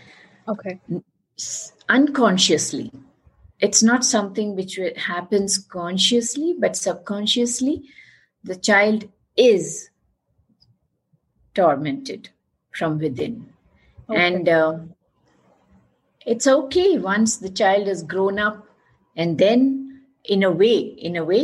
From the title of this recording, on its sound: Virtually recorded